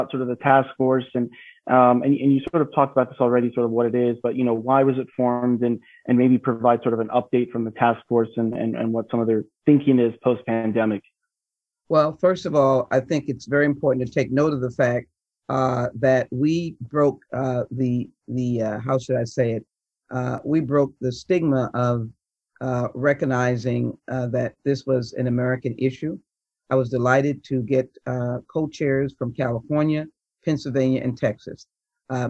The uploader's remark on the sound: In case you missed it, The Buzz presents a virtual keynote from ACT-IAC's 2021 Health Innovation Summit.